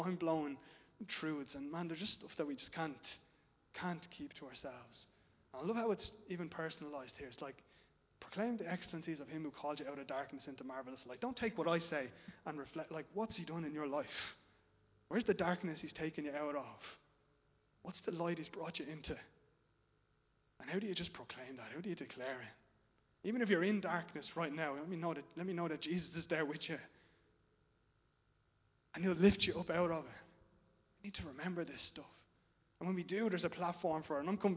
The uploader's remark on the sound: Recorded live in Liberty Church on 17 October 2021